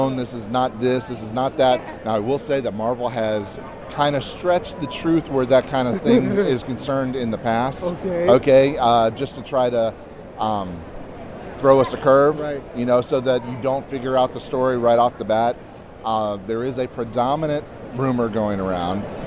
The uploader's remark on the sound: recorded at MegaCon